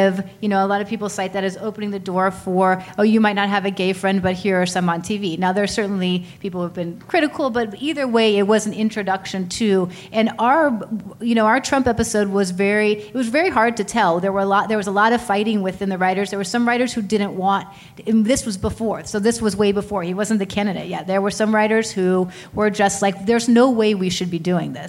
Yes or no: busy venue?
yes